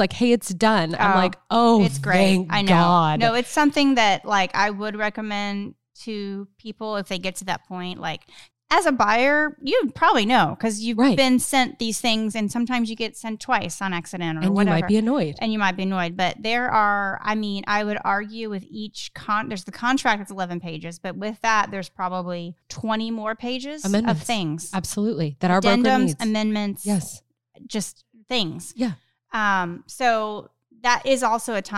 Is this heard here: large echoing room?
no